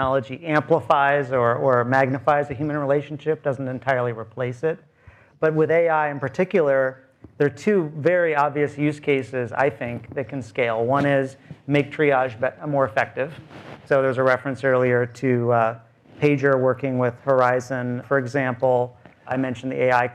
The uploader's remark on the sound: Live at Leerink. Gather healthcare leaders for news roundup at the 2017 Leerink Healthcare IT conference in Chatham, Massachusetts.